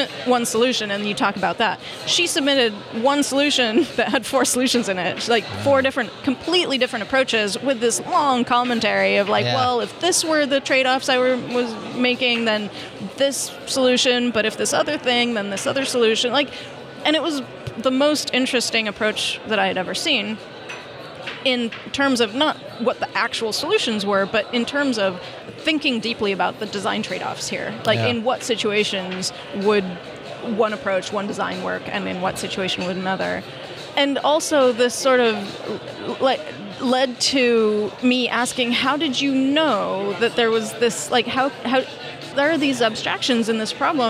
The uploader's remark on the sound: Welcome to the first Spotlight series recorded at OSCON London 2016.